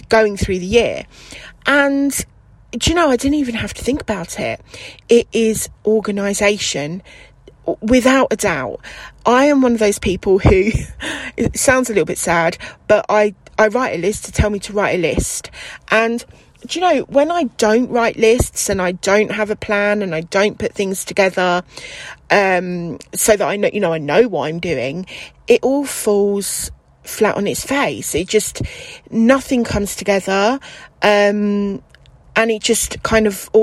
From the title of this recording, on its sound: Recording in the car